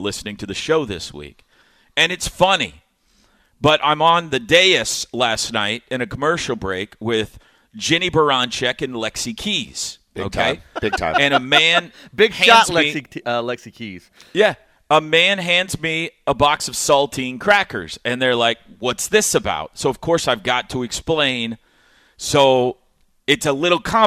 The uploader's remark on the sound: LIVE FROM BROWN OHAVER